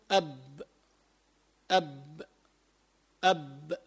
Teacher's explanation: فإذا ما هو مخرج الباء؟ بتقول الشفتان، مخرجها الشفتان